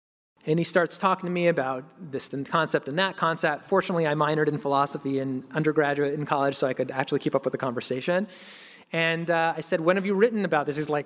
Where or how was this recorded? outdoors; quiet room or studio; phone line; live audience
live audience